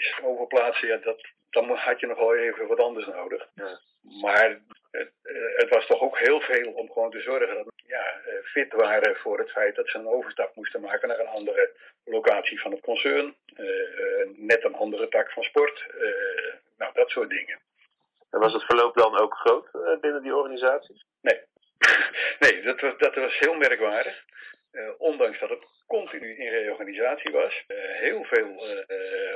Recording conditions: poor sound quality